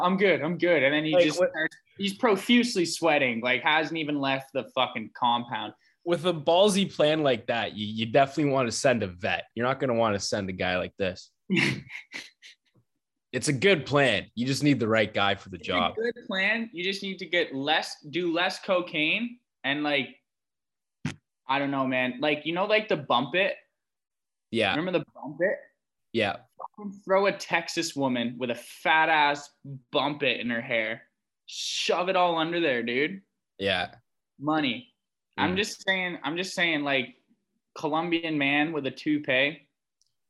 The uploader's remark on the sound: We hate to do it, but we got a zoom call podcast for you guys this week.